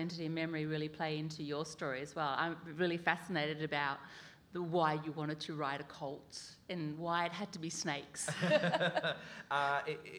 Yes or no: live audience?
yes